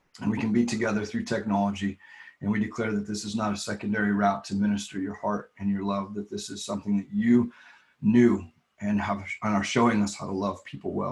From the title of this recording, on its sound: LWRV Zoom Church